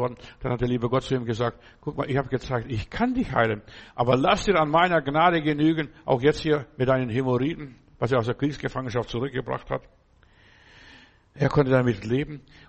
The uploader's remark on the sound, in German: im Gemeinde-Zentrum in Berlin aufgenommen